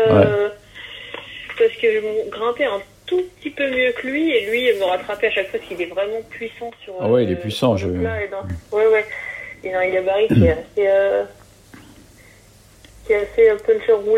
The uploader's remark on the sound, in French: J’ai appelé par téléphone.